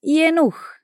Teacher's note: No Berlinerisch se diz Jenuch. O G no fim da palavra vira CH